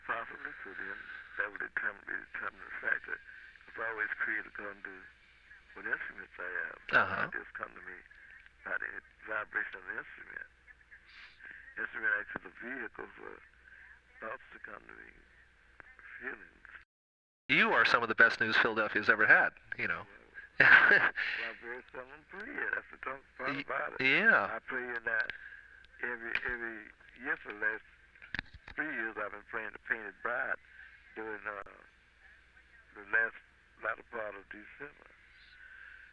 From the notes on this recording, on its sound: Phone call